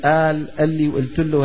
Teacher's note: ومنها ما نفعله نحن في الشام، قلب القاف همزة